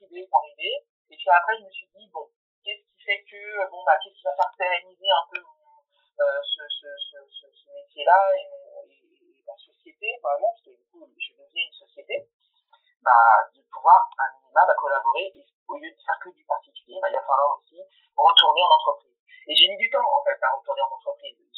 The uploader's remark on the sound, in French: Je m'excuse pour la qualité audio de cet épisode, qui n'est clairement pas au rendez vous, j'ai essayé d'améliorer le plus de choses possible au montage mais cela était impossible de supprimer tous les bruits parasites sans abimer trop l'enregistrement.